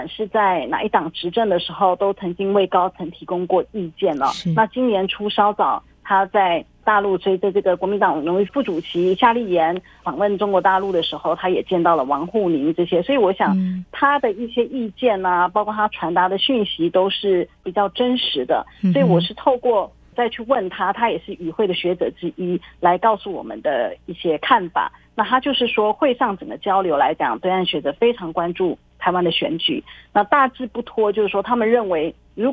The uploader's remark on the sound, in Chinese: 連線訪問中央社駐上海記者